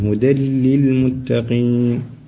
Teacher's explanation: ثالثا، هدى للمتقين، هون إدغام تام، إدغام نون في اللام إدغاما تاما